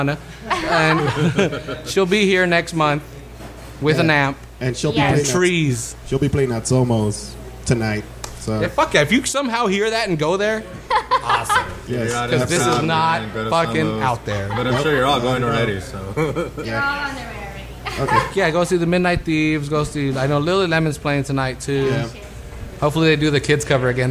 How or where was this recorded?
busy venue